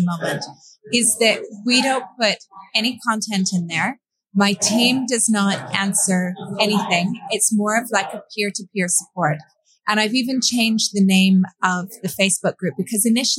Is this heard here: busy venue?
yes